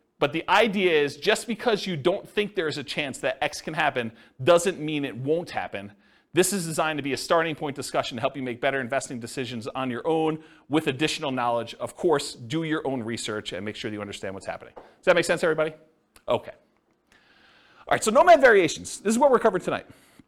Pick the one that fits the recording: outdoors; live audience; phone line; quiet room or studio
live audience